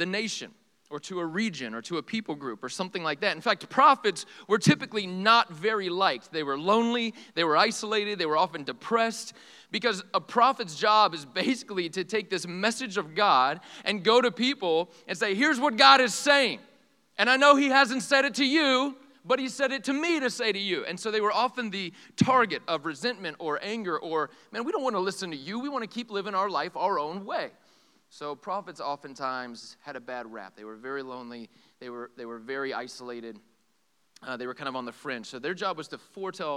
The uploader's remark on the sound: This sermon is from our EPIC retreat